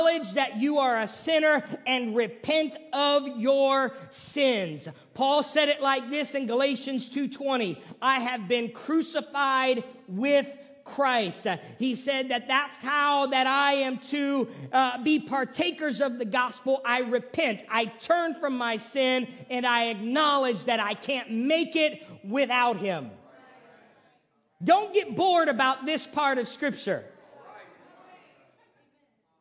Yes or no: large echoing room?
yes